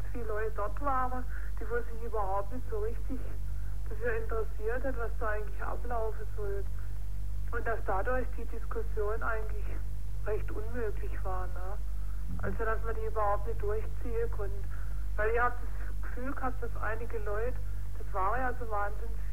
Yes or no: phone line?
yes